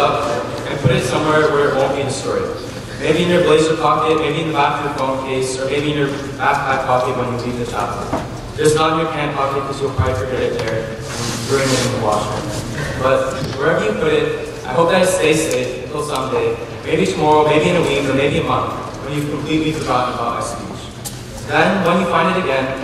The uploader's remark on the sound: delivered his prefect homily to the student body in the Memorial Chapel